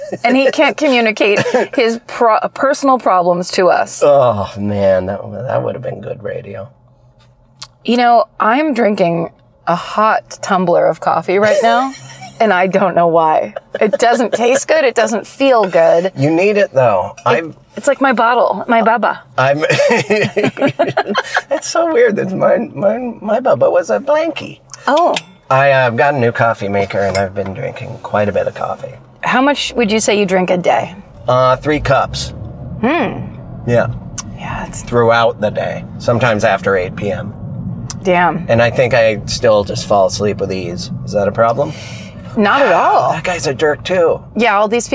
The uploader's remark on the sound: In the Car.